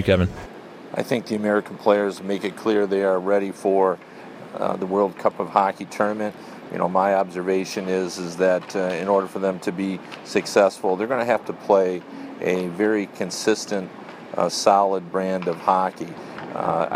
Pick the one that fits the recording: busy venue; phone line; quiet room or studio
busy venue